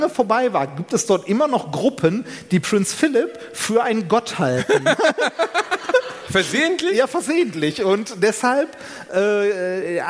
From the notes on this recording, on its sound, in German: Live Mitschnitt von AAA-Live aus Bielefeld.